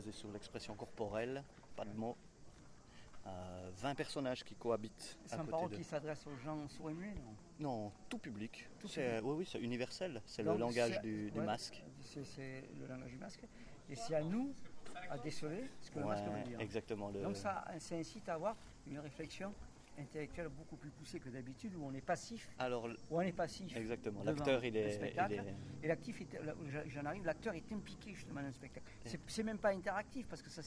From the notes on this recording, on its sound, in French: Micro trottoir festival de Avignon 2022. Aller à l'essentiel auprès des artistes avec un micro de fortune.